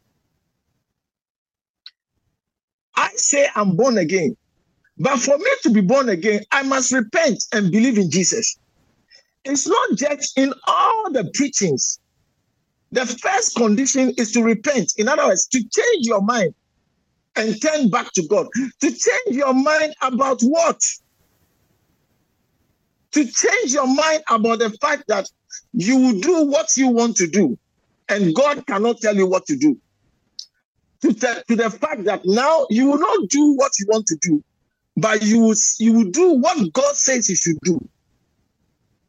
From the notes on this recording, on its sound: In today's message preached at the Living Waters Cathedral